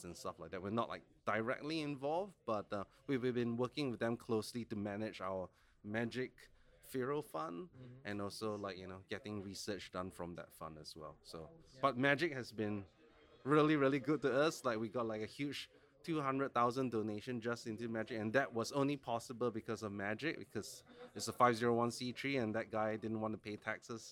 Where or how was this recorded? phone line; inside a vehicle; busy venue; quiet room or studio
busy venue